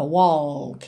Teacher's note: Lembrando sempre que walk é uma palavra que engana um pouquinho, porque esse L não vai ser pronunciado como L mesmo. A gente não leva a língua lá no céu da boca.